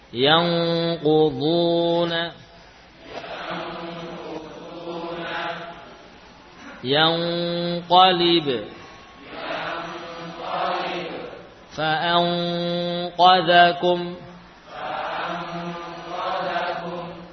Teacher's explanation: lidah bagian belakang nempel kuat sehingga suaranya terpusat melalui hidung · Term: Ikhfa